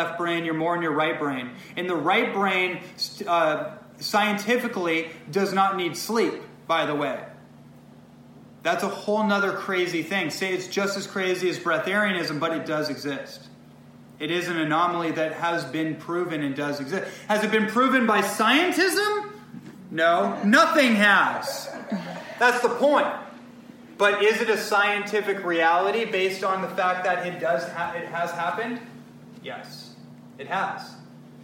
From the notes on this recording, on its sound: Presentation to a room full of health and wellness enthusiasts in Southern California on June 6th, 2018.